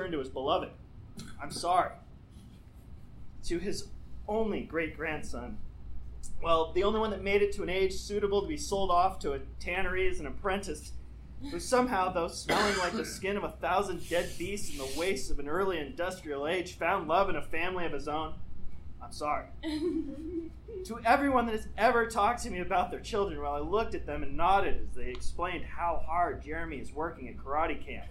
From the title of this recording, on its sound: Live at the Voodoo Comedy Playhouse in Denver